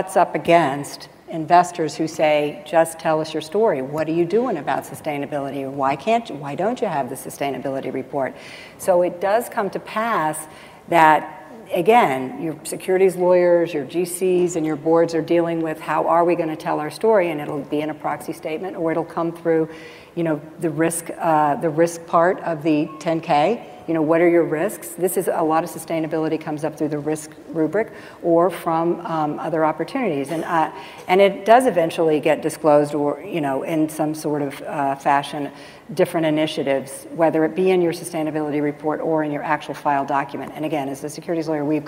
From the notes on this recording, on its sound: The best of live interviews from GreenBiz events.